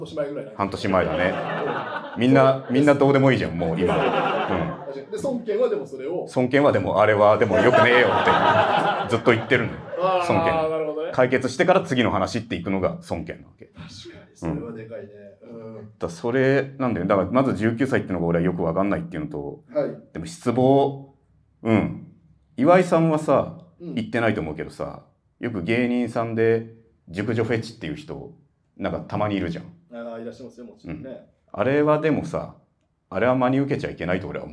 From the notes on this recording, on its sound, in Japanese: 初めての公開収録。